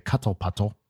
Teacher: I could pronounce the letters instead of doing the glottal stop